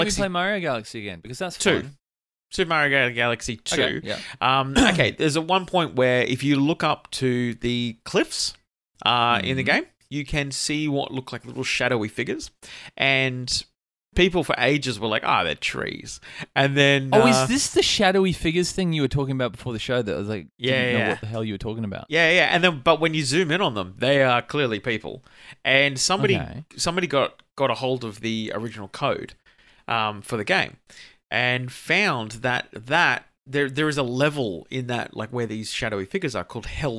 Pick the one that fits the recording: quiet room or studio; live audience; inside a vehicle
quiet room or studio